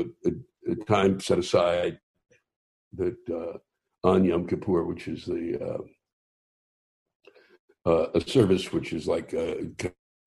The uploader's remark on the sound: spoke with me over Zoom